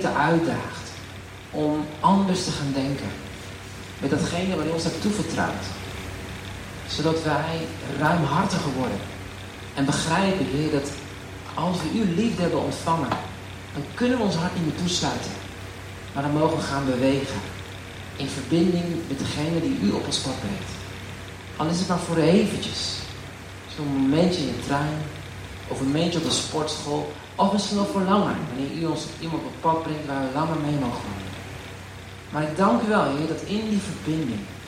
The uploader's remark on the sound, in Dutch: Wegens omstandigheden met een telefoon opgenomen.